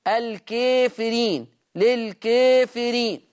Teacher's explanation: المقلل لورش قولا واحدة كلمة الكافرين وللكافرين، دايما كلمة الكافرين اللي بعد الراء المكسورة ياء ونون، دايما اللفظ ده مقلل لورش قولا واحدة: الكافرين، للكافرين.